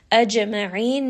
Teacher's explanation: jim is going to have qalqala. It has a little bit of that bounce.